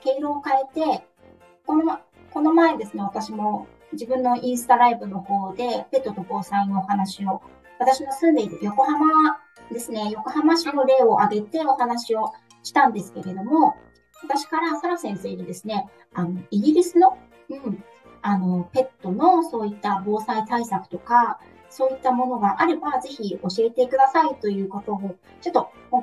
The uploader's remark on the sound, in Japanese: 音質注意。インスタコラボライブにて。音声が途切れがちだったり、 くぐもったり、 どちらかの音声が大きかったり小さかったりしています。